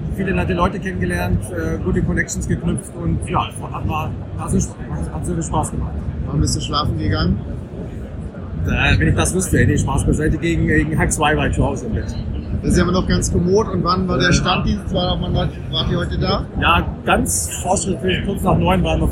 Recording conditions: background noise